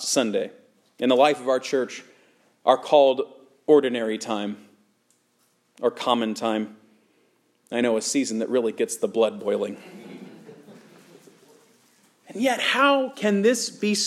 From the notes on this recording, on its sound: Sermon preached at Good Shepherd Evangelical Lutheran Church in Lexington, VA